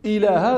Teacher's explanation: والألف ومخرجه الجوف، إله والهمزة مخرجها أقصى الحلق، واللام لا إله اللام مرت، والهاء مخرجها أيضا أقصى الحلق.